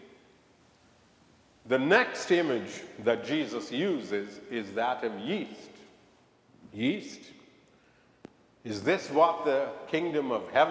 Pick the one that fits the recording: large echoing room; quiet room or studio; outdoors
large echoing room